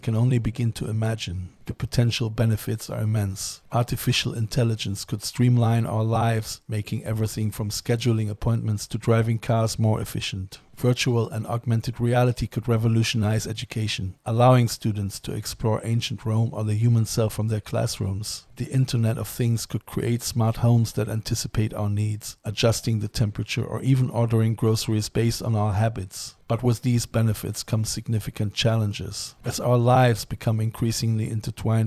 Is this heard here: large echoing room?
no